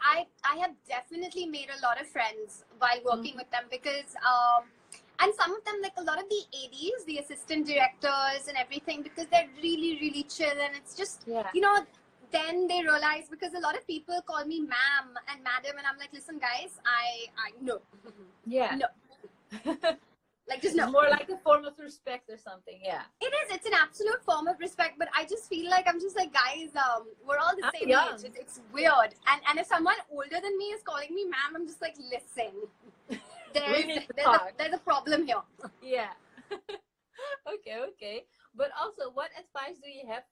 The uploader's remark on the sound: Instagram Live